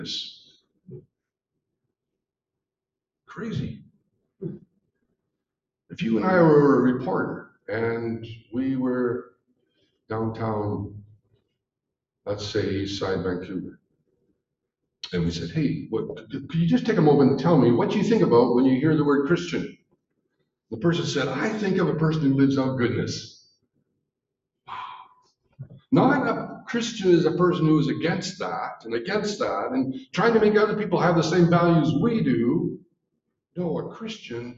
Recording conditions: poor sound quality